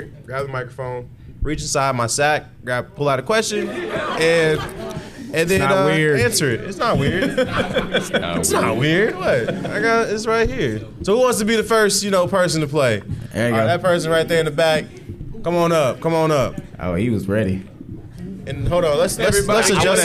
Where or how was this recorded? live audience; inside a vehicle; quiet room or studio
live audience